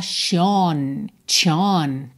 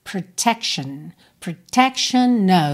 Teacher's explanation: T-I-O-N, que a gente não fala chion, chion, tá? Fica shen, shen. · Shown in: second take · Então, protection, protection of, esse é o F sempre com som de of, tá?